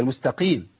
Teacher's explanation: هي صاد، لكن هي ضعيفة لأنها مكسورة